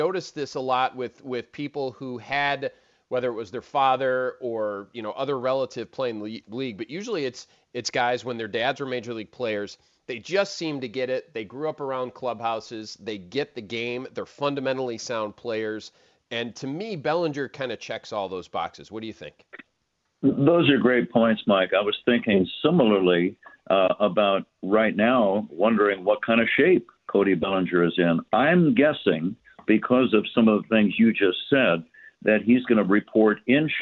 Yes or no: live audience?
no